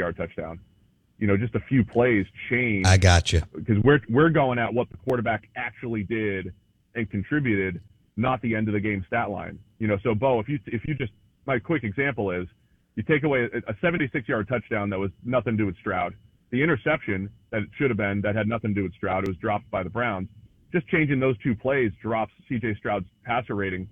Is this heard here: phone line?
yes